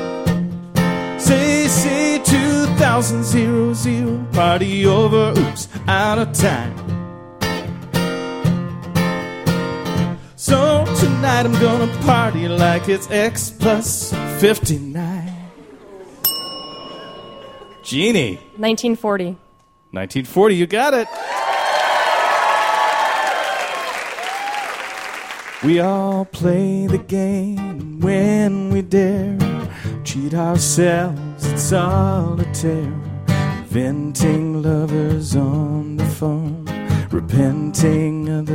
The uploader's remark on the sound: Live From The 2013 World Science Festival